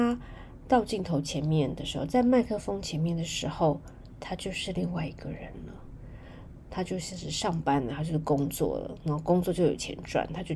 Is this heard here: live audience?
no